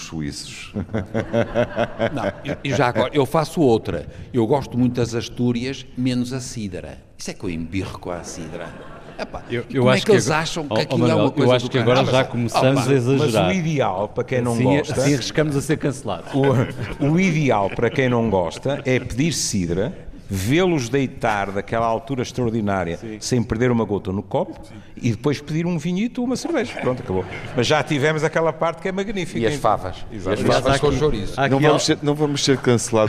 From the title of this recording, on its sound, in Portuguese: Ao vivo na VI Conferência da Murganheira